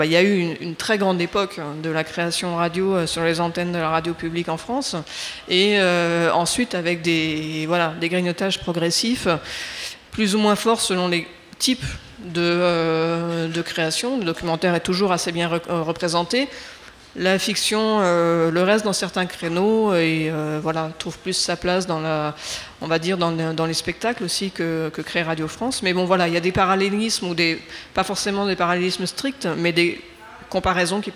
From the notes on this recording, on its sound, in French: enregistrée depuis le salon de microédition Impressions multiples de l'Ésam de Caen/Cherbourg